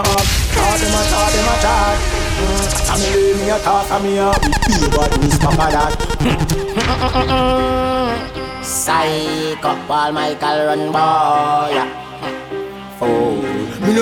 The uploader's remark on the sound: Audio recording of my set at Island Saturdays